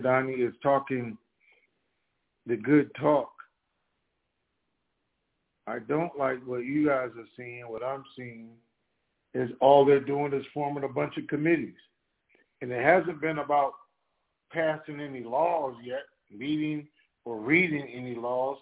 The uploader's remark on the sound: TNTSuperfantastic Conference Call